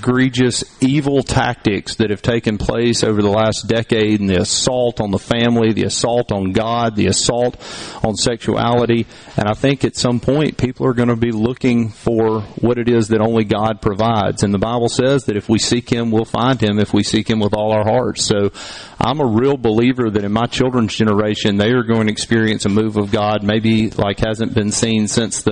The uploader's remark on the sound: LIVE from Summit as we get ready for the 12th Annual Smokin' on the Tracks BBQ Cook Off